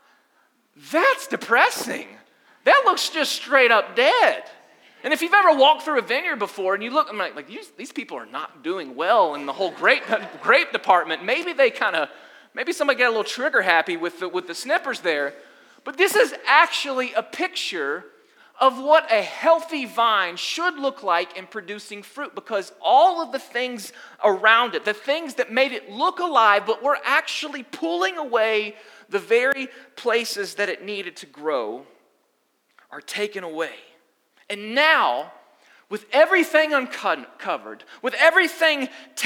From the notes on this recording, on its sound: Sunday Gathering Audio From Restoration Church